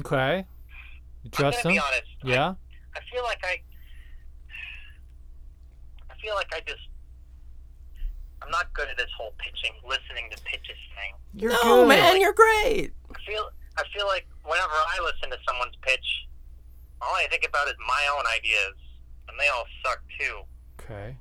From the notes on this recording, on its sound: While recording this episode, they get a spontaneous accidental phone call.